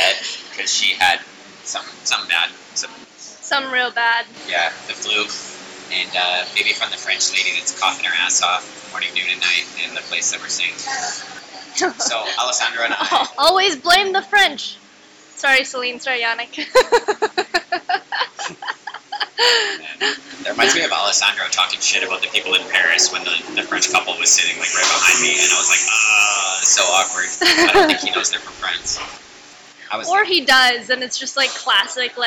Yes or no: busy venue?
yes